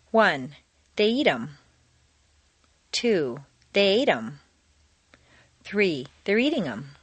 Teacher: in fluent speech, the th of them is frequently dropped